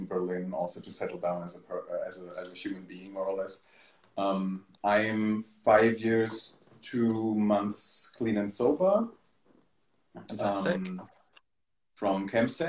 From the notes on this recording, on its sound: Recorded on 10 February 2023 on Instagram Live